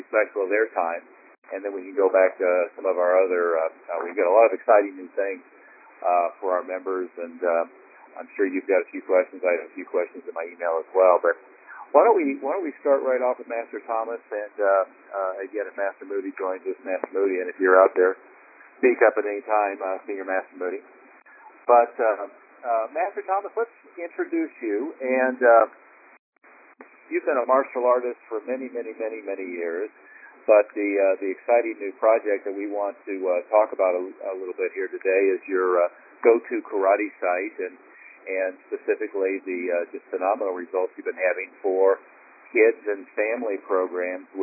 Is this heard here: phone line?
yes